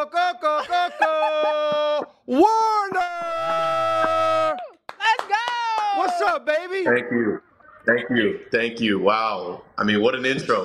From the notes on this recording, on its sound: live from the podcast lounge!